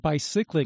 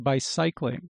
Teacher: What you're doing is you're making the psych, the second syllable, a long I instead of a short I. · Shown in: second take · That's what, instead of bicycling, you're doing bicycling.